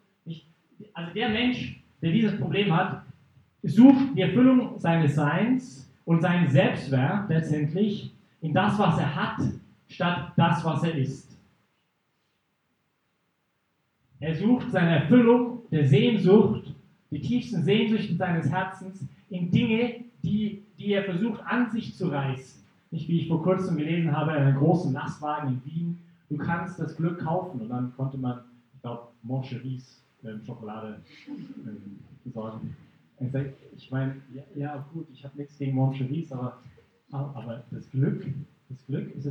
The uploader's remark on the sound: Teil des Vortrags in Brig-Glis (CH)